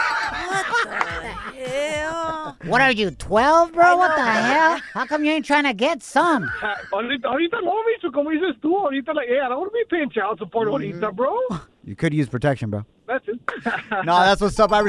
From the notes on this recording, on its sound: we opened up the phone lines